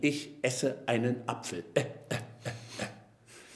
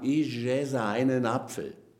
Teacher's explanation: Tatsächlich ist nichts weiter im Französischen anders als im Deutschen, als dass das Französische keinen Knacklaut hat. Wir haben im Deutschen bei allen Wörtern, die mit einem Vokal anfangen, haben wir einen kleinen Knack davor. · Shown in: first take